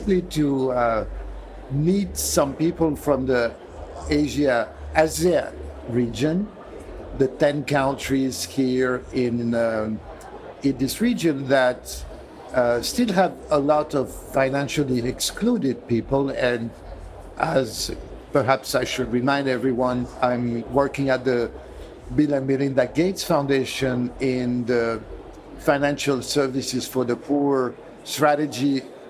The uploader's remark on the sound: Exclusive live coverage of the Singapore Fintech Festival. The episode unfolds with insightful interviews at the Singapore Expo.